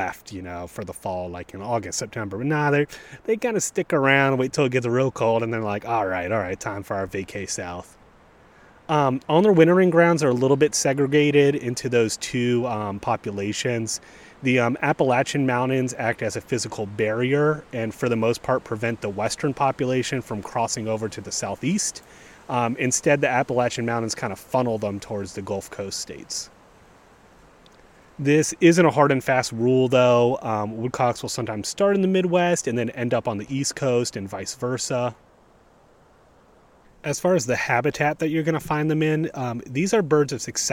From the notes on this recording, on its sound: Recorded on a breezy day in First Landing State Park, even a fox stops by to listen!